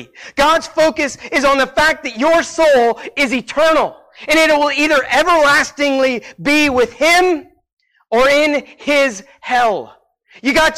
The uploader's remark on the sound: Sermon Preached at Christian Fellowship Church Peru,